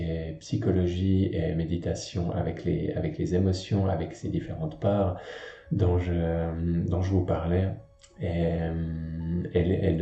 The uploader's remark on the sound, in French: Tiré d'une vidéo que j'avais peu partagé. La qualité audio est un peu moins bonne.